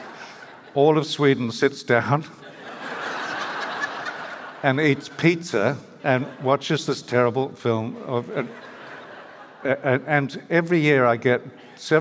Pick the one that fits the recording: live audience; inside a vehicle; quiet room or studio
live audience